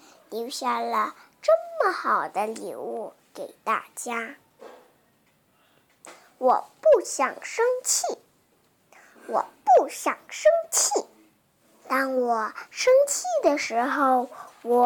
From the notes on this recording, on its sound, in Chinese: 选一个更安静的环境就更好了